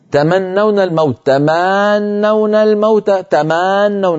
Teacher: طولت الفتحة فتولد منها ألف لفظية، كل هذا لا يجوز.